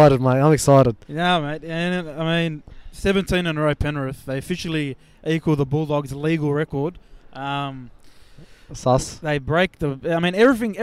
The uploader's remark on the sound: ON LOCATION from ANZ Stadium